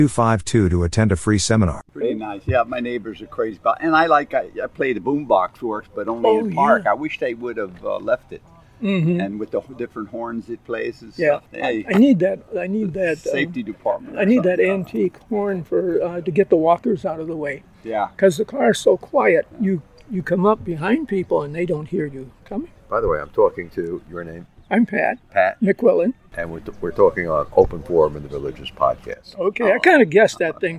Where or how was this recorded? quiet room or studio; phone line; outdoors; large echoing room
outdoors